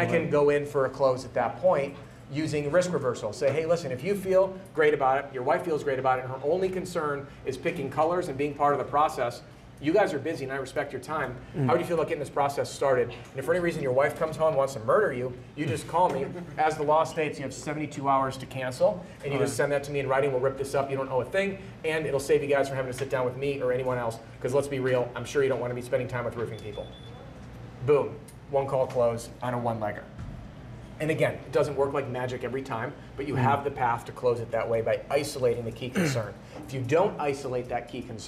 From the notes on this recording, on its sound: During this LIVE role play workshop in Atlanta, GA